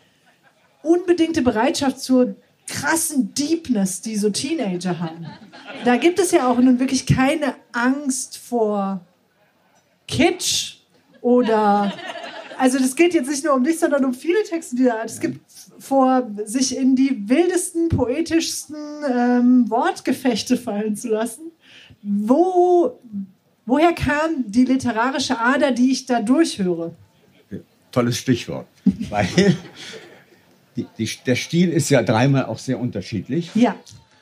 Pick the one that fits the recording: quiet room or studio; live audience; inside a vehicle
live audience